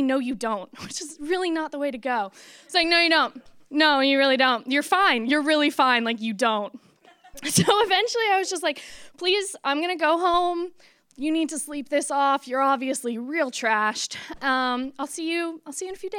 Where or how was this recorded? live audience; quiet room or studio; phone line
live audience